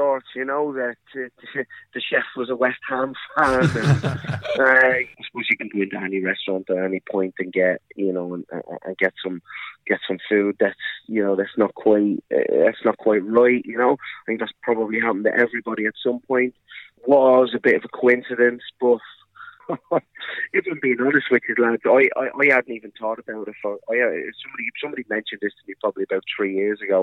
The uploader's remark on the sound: joins the boys on the phone